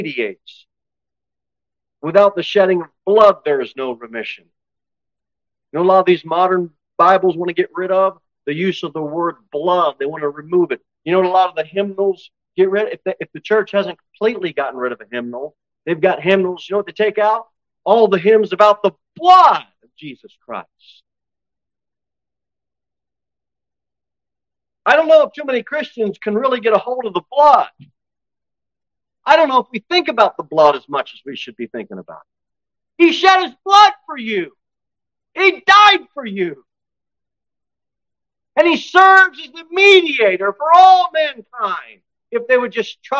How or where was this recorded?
large echoing room